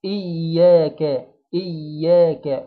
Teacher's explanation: والكلمة من أولها لآخرها ما فيهاش أي ضم للشفتين، هي بس بنكسر الفك في الهمزة، وبعد كده بنبتسم لحد آخر الكلمة، إياك إيا إياك.